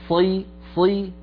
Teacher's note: لكن انتبهي إلى الصاد ألا تقترب من السين